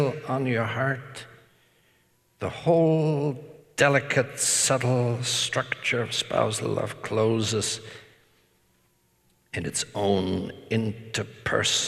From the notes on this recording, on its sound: talk was part of the Woman: Gift in Culture and Church Conference at Franciscan University of Steubenville